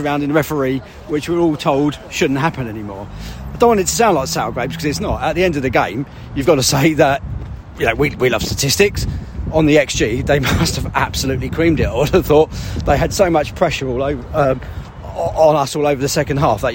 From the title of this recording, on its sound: post-match podcast from the stands